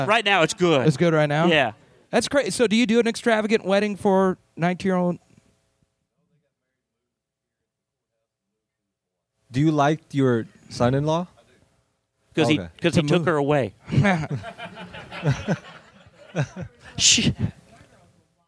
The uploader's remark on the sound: Recorded Live at the Loony Bin Comedy Club after the show! It's the very first podcast I've recorded LIVE in front of an audience..